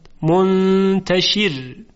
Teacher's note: در کلمه منتشر در وقف را ساکن و ما قبلش مکسور، پس ترقیق می شود